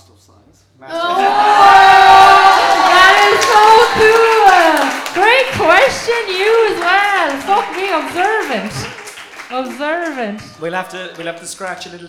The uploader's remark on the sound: live at the CoCo Club